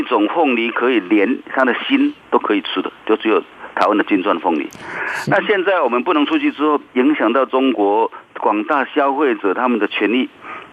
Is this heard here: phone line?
yes